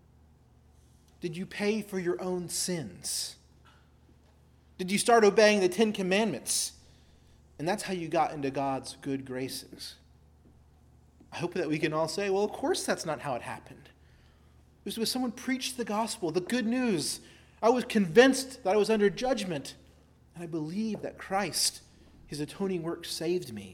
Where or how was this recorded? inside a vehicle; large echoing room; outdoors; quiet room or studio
large echoing room